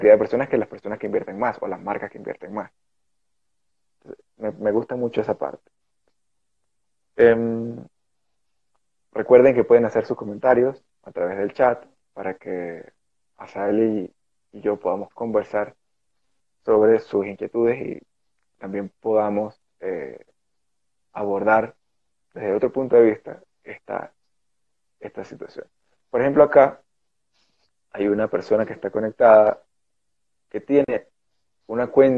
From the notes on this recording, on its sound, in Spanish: que realizamos a través de un Instagram Live